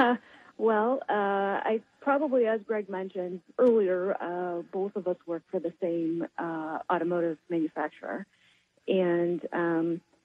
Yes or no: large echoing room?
no